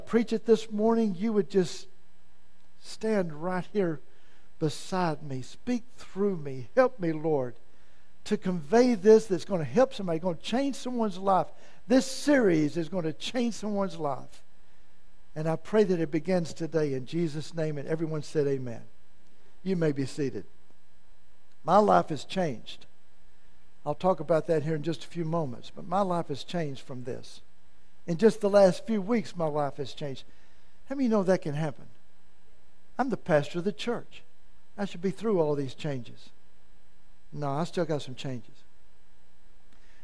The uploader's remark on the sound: in the main service at First Assembly of God in Malvern, Arkansas